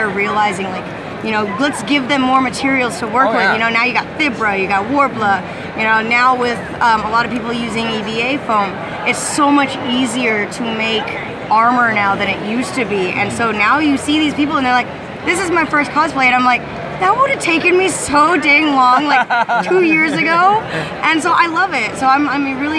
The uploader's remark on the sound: During our live coverage of Tidewater Comicon 2016 this past weekend.